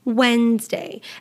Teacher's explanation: We never pronounce the D in Wednesday. So if you ever happen to pronounce it Wednesday, you are pronouncing it incorrectly and you want to avoid that.